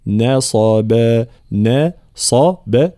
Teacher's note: ترقيق النون والباء وتفخيم الصاد بينهما